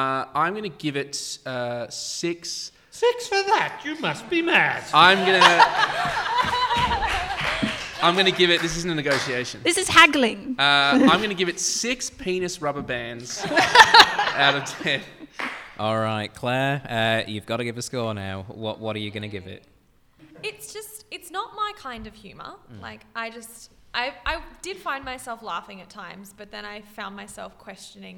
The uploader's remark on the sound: CCUC Live! A live audience.